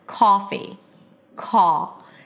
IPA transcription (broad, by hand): ˈkɔːfi